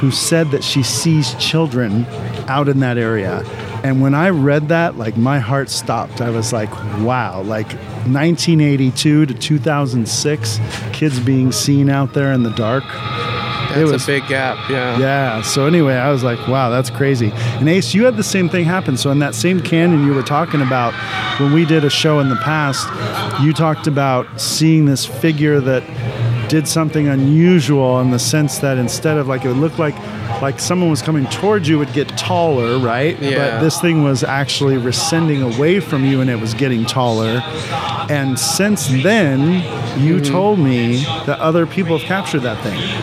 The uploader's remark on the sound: Live from Creep It Real OC 2021